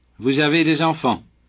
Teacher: Notice that in the sentence, vous avez des enfants, there are two mandatory liaisons, one between vous and avez, and another between des and enfants